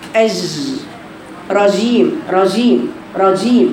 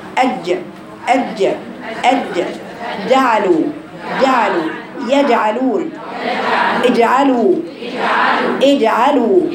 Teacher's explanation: الجيم هنا وانت بتقرأي القرآن ليست فيها تعطيش · Shown in: second take